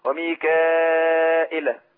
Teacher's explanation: ميكائيل لا هيقول ميكائيل بالهمز بلا ياء